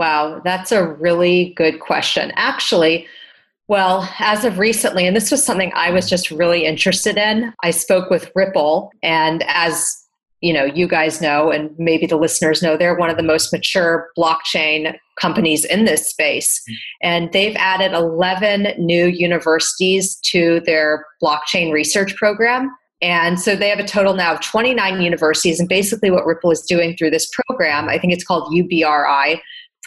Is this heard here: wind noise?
no